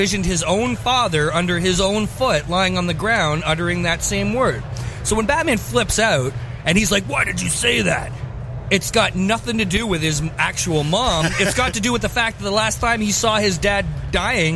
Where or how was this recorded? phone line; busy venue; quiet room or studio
busy venue